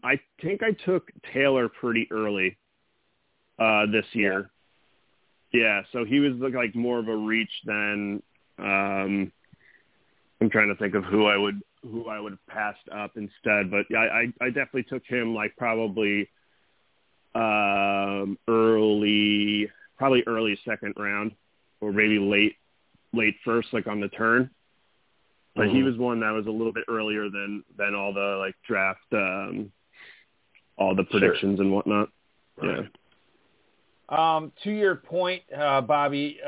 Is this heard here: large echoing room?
no